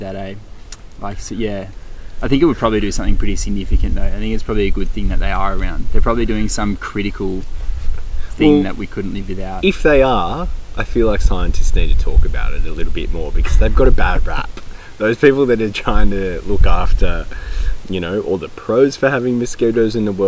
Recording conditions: wind noise